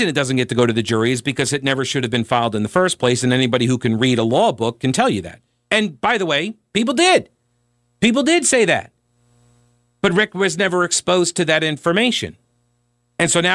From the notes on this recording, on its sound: takes a contentious phone call to wrap the hour